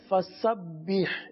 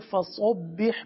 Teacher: آیت کریمہ کے اس حصے میں دیکھیے، پہلا کلمہ ہے فسبح، تو یہاں پر فا سین با ہا سب باریک ہے · Shown in: first take · بعض اس کو فصبح پڑھ لیتے ہیں یعنی سین کو موٹا کر دیتے ہیں، ایسا نہیں کرنا چاہیے.